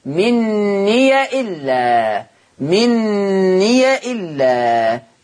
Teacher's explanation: بفتح ياء الإضافة وصلا